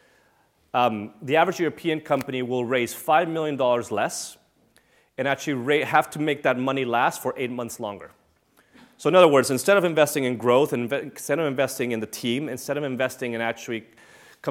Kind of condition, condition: setting, large echoing room